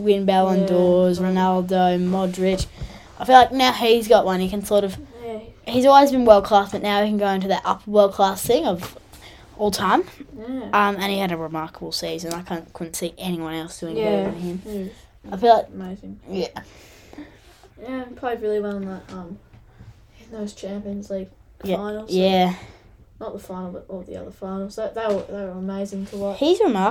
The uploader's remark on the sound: Sorry for some slight audio issues, we'll fix it next time.